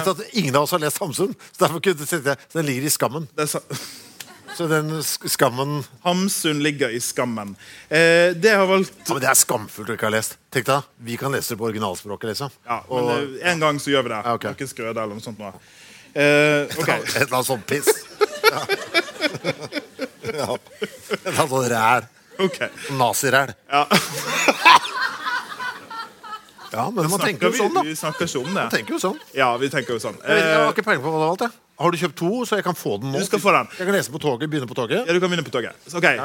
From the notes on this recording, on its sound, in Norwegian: Live fra Litteraturfestivalen på Lillehammer.